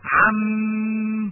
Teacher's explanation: عم الوقف عليها بالسكون مع الغنة